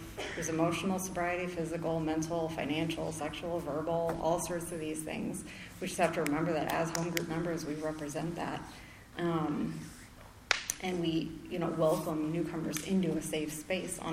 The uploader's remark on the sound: speaks at the 6th Annual Spring Into Action Conference in Sanford NC on Feb 4 2023